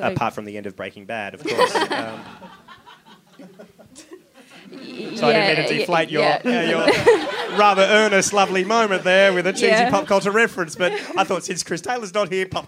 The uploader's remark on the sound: A Rational Fear At Sydney Fringe. Live from the Sydney Fringe Festival.